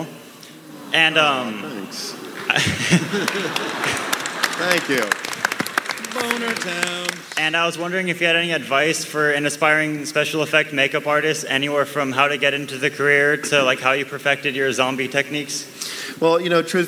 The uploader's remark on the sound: The Walking Dead Panel SDCC '11. The audio from The Walking Dead panel at San Diego Comic-con 2011!! In front 6000 kindly nerds who patiently waited several hours to get in!